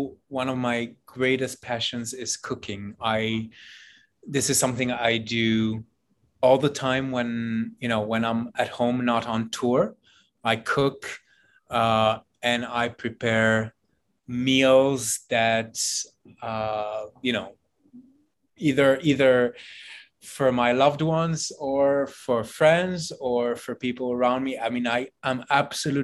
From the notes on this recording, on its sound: Via Zoom.